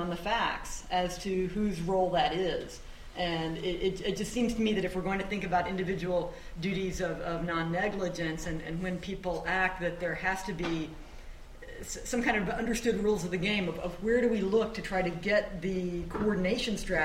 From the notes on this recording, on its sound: This talk was recorded on February 26, 2014, as the Dewey Lecture in Law and Philosophy.